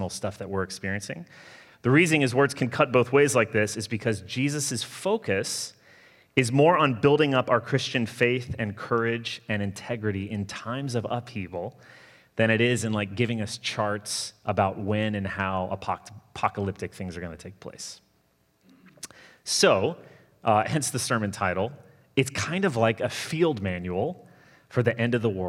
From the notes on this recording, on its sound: Sermon delivered Sunday, November 22, 2020